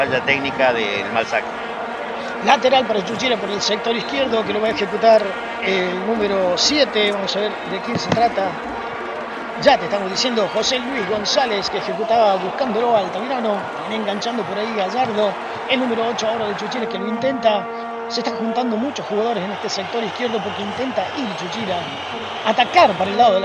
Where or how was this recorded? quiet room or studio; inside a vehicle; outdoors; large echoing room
outdoors